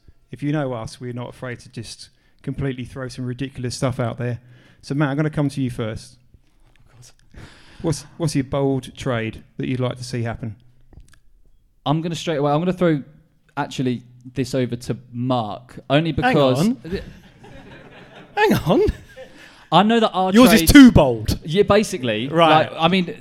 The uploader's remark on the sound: LIVE! From Offspring Kings Cross